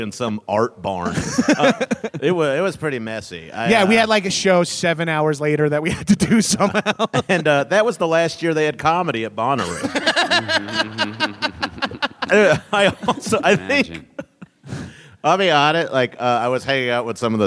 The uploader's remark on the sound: Live from Treefort Music Festival.